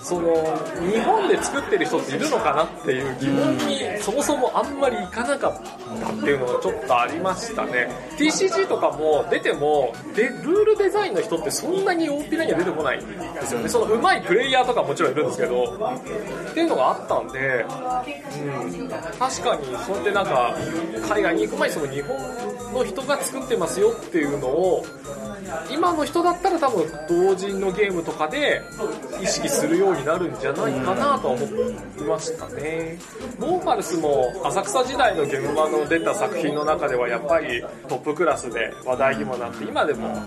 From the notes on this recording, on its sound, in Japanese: 月末にイエサブ秋葉原RPG館で開催されたアナログゲーム体験会の終わりしなに収録しています。体験会が好評だったため、若干ガヤが入っておりますがご了承ください。